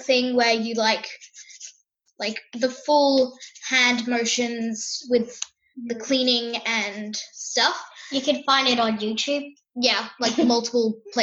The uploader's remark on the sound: Via Zoom from Sydney and Melbourne.